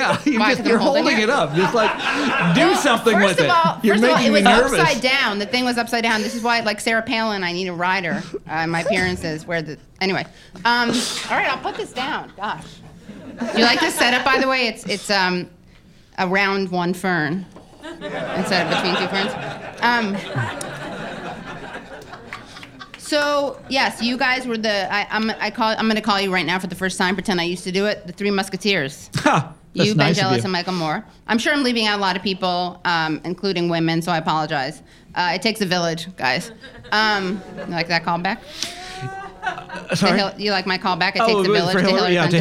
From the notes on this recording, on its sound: At a live taping of the … Show.